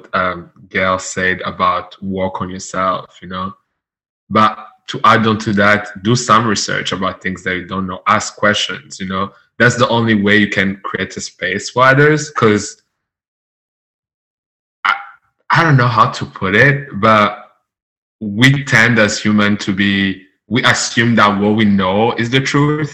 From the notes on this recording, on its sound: In this episode I host a Zoom session. With 6 important Black men in my life.